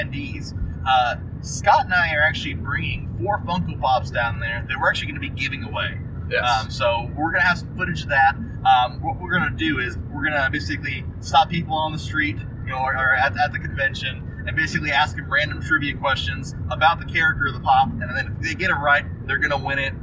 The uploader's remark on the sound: Podcasting in a Car (Tucson Comic Con Recap). This week the guys go on a road adventure to Tucson Comic Con 2017. No mixers or high end processing in this episode, the guys podcast from the car. Their road trip down to Tuscon, Arizona!